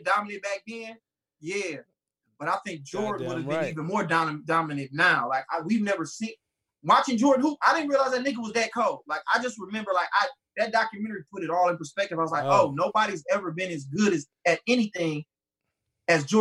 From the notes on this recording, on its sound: This Is Our First Video Zoom Episode.